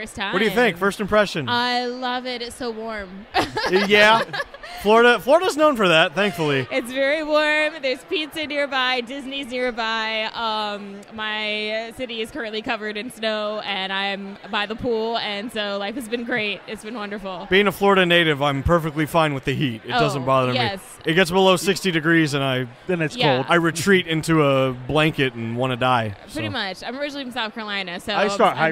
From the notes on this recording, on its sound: Here is the official iNerdia Live Podcast taken from the floors of this years Holiday Matsuri 2017 held in Orlando, FL.